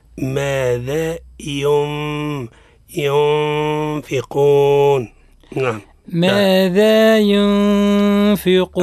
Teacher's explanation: النون ساكنة عند الفاء، حكمها الإخفاء، الإخفاء مع الغنة